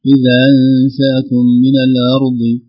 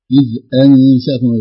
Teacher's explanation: لاحظت الهمزة ضعيفة كيف؟ كأنها همزة مسهلة · Shown in: first take · زي همزة أعجمينا إذ أنشأكم غير إذا أنشأكم.